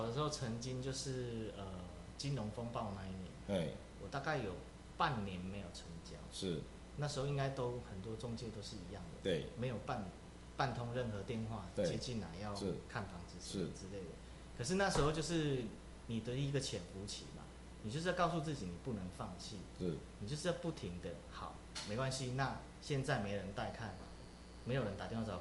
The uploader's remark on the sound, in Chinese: 公會直播。本集收音不是太理想....敬請見諒!